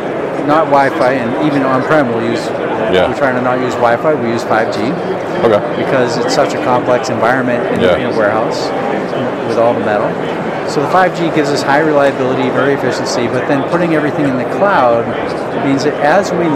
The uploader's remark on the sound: live from Manifest 2023